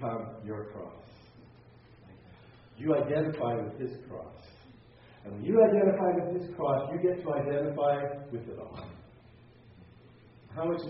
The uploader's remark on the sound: teaching as part of the Exchanged Life Conference in Pigeon Forge, TN